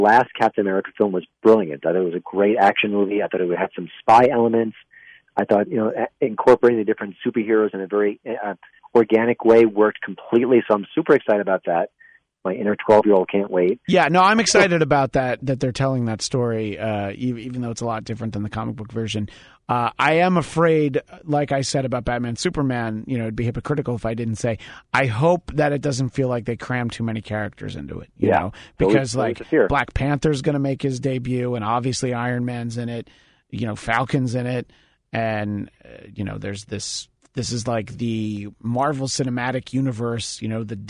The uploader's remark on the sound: joined via telephone